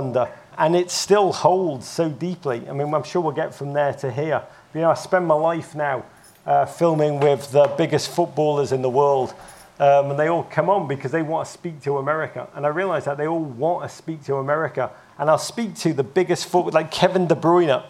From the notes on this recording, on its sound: Live From Travel Week. In this Travel Week chat.